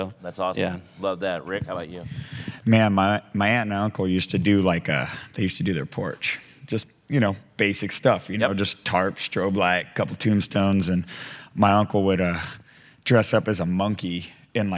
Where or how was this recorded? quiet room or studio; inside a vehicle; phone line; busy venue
busy venue